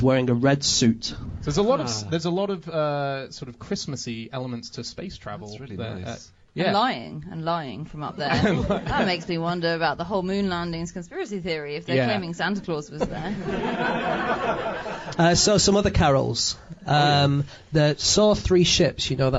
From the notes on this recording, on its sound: Recorded live at Tufnell Park.